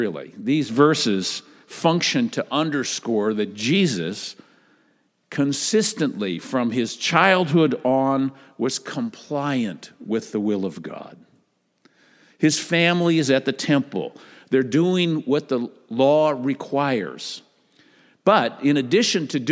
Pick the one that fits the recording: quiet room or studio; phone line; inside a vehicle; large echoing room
large echoing room